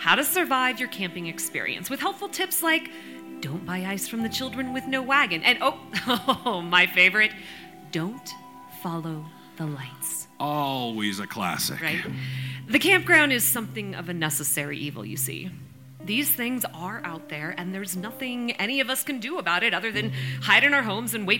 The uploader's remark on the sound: NoSleep Podcast - Doctor Sleepless at the Stanley Live. A special live bonus episode from the Doctor Sleepless at the Stanley event in Nov 2022.